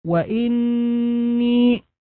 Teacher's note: النون مشددة، حرف غنة أو حرف أغن، حكمه الغنة وجوبا